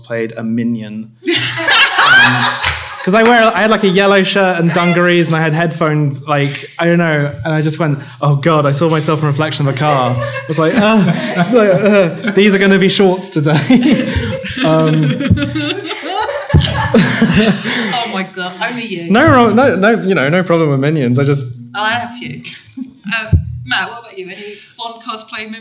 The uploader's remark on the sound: It's our first live episode, direct from Nine Worlds Geek Fest! We were surrounded all weekend by stunning cosplay.